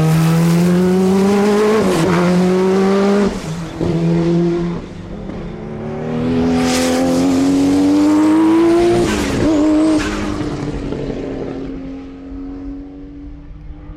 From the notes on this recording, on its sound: Sounds of Vintage IMSA GTP and Group C at Monterey. The 2017 Rolex Monterey Motorsports Reunion weekend at Laguna Seca gave us some amazing sounds from the assembled IMSA GTP and European Group C prototypes. With our trusty audio recorder atop the famous Corkscrew, capturing Porsche 962s and Mazda 767Bs and all manner of unhinged cars powering down the hill.